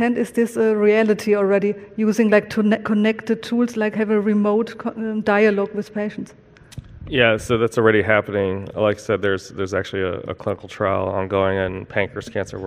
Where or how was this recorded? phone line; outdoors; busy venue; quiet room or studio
busy venue